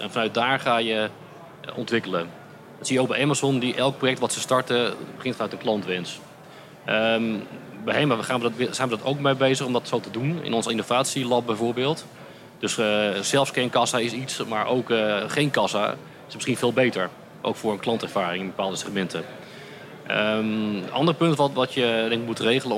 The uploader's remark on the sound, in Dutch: Deze podcast, opgenomen tijdens de vakbeurs Logistica – ICT & Logistiek, geeft een deel van de antwoorden.